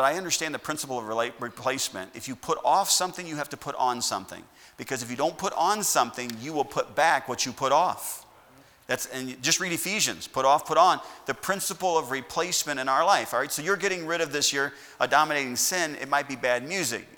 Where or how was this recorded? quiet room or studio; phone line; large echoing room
large echoing room